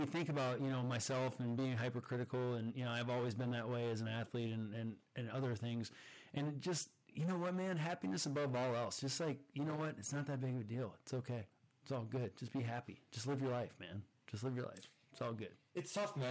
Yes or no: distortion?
yes